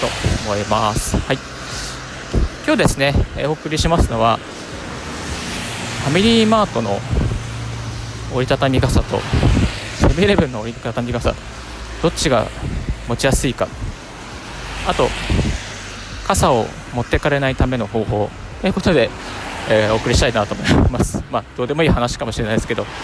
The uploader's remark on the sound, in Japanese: 歩きながらラジオ配信